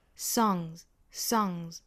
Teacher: Song 这个词后面如果加上了 s,应该读一个浊音的 z 的发音